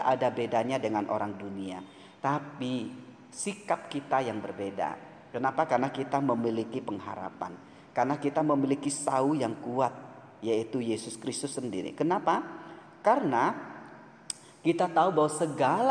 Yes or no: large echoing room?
yes